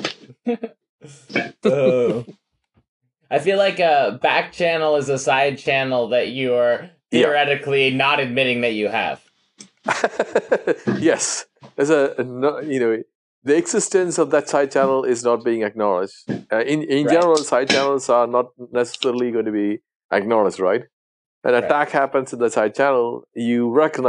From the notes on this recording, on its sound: We had so many connection issues we basically gave up and just had fun